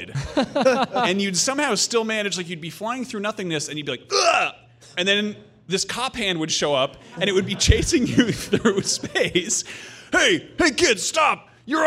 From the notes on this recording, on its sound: This episode of Beyond was recorded in front of a live audience!